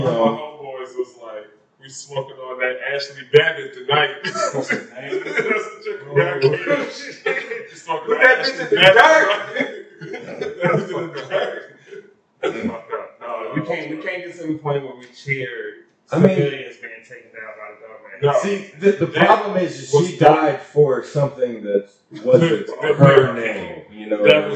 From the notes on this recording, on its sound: Sorry for the poor mic quality here